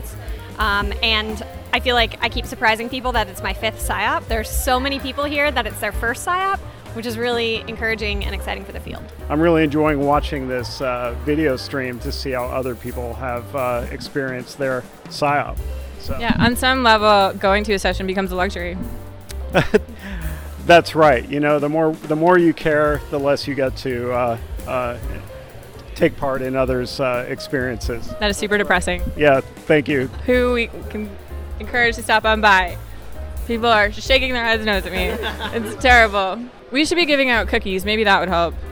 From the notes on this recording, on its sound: Live from SIOP. IO-on-the-street interviews at SIOP 2022, live from Seattle, Washington!